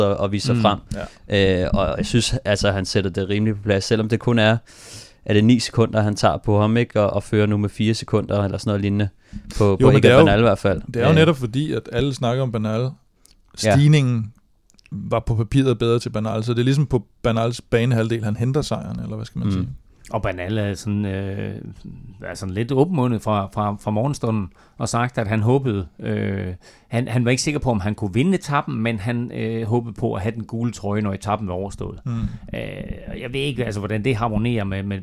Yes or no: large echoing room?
no